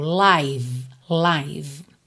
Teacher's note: O E final também não é pronunciado. Só que esse I aí é o I longo, tá? Com aquele som aberto, como se fosse AI, um ditongo.